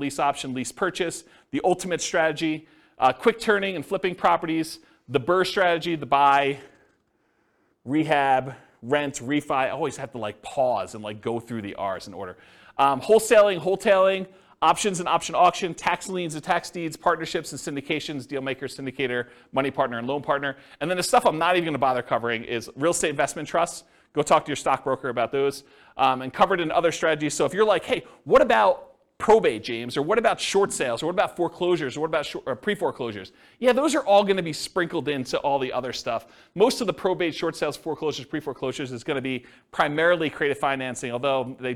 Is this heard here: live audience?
yes